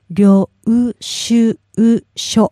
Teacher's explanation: You hold the O and the U in there